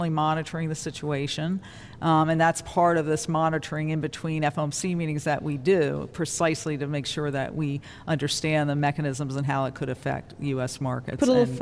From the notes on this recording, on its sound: Live from the Federal Reserve Bank of Cleveland.